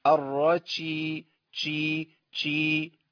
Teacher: كل اللي حصل من اخونا اللي بيقول رتشيم ان هو حرك لسانه سنه لقدام، لان انا عندي المخرج دوت فيه ثلاث حروف، جيم شين ياء. لو انا لساني اتحرك سنه لقدام، يبقى هعمل ايه؟ هجيب حرف بين الجيم والشين